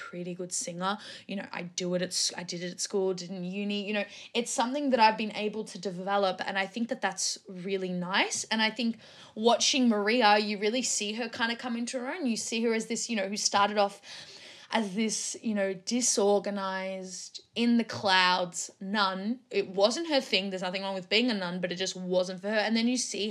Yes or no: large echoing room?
no